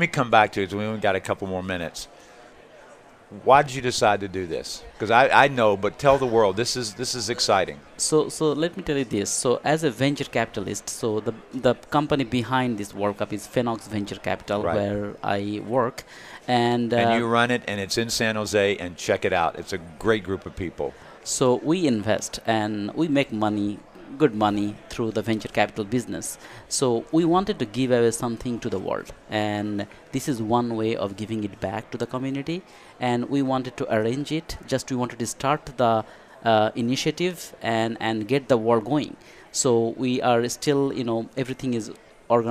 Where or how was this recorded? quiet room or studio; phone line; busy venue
busy venue